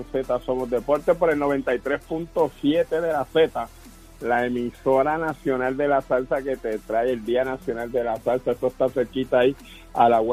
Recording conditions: phone line